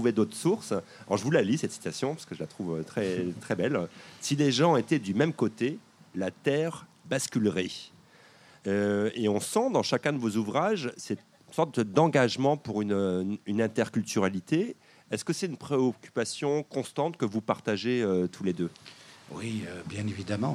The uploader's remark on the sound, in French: Enregistré sur le sentier culturel de la Ville de Gatineau.